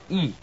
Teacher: With the lips drawn back and the tongue high up in front. But be sure to keep the tip of the tongue against the lower teeth.